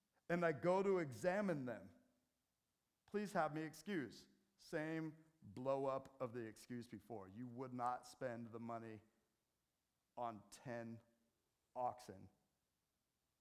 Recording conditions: large echoing room